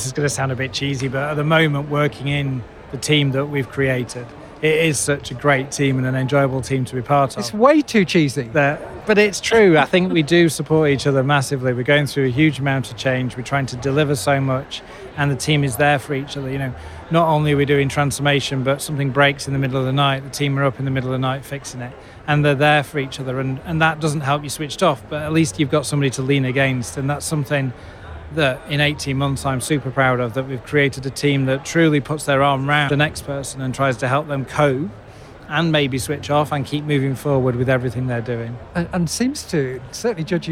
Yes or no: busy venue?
yes